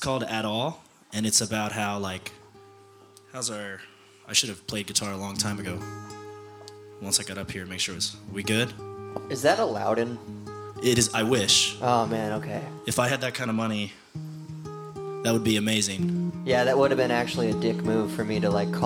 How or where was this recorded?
busy venue